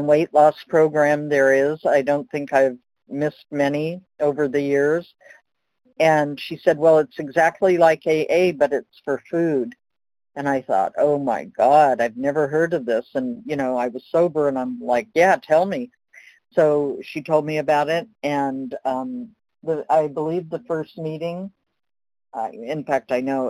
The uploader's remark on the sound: from the 100 Pounders Phone Meeting, 1/20/23